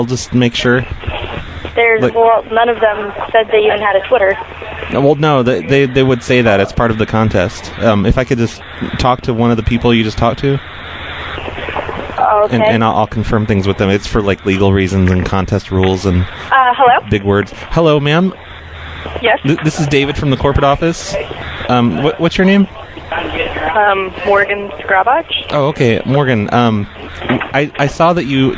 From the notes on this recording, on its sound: Prank Phone Calls